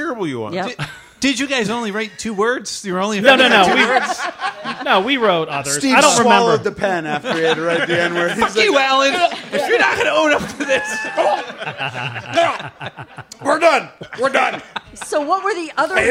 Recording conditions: live audience